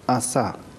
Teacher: аллофон первой степени редукции, то есть первой степени сокращения. Он обозначается вот как такая галочка наоборот.